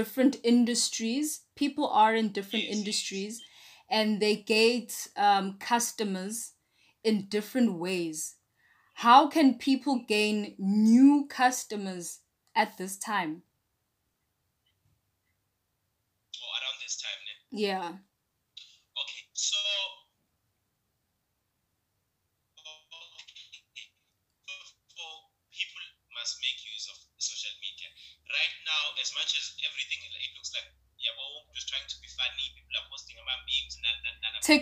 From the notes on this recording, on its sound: Our first attempt at a live Zoom video call. Please excuse the glitches! We chose to use Zoom as our free platform and we invited viewers to share the experience and join in the conversation.